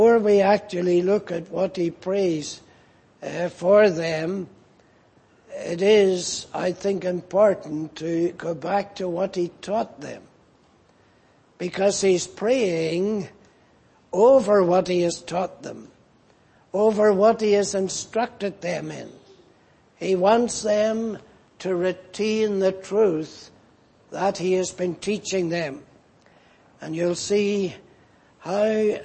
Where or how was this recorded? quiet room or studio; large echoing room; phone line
large echoing room